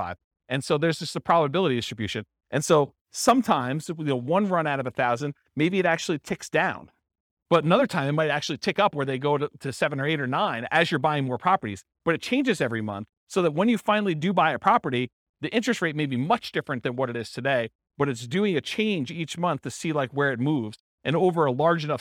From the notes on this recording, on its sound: This was a live class recorded